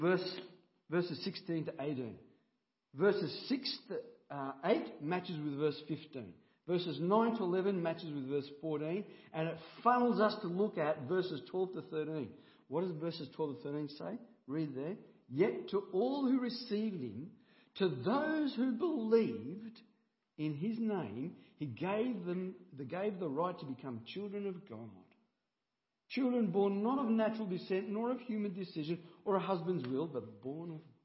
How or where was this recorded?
large echoing room